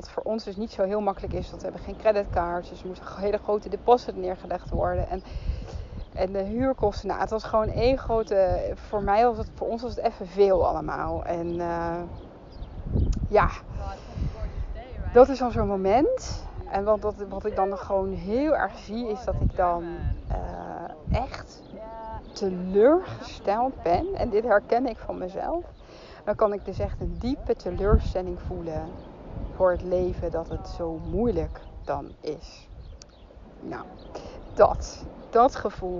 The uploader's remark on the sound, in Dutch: Excuses voor de stukjes met wind in de opnamen